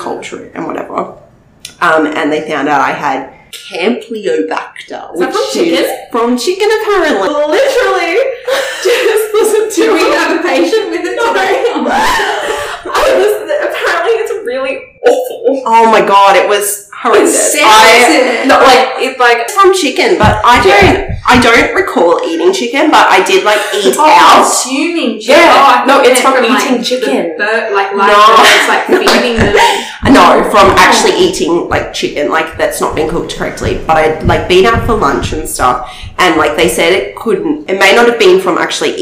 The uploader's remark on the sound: Apologies for the high-pitched laughing as we invested in a new mic!